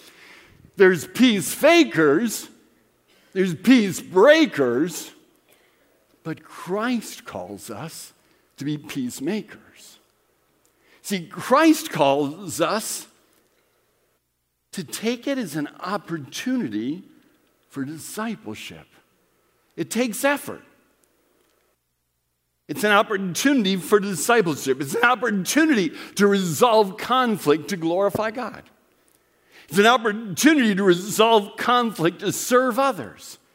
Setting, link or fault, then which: setting, large echoing room